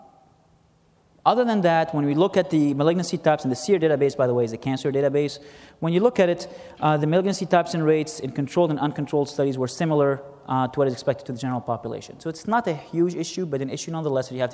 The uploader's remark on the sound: was recorded at the 2013 SDPA Fall Conference in Atlanta.